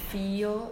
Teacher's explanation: breaking, which is the gliding sound before a lateral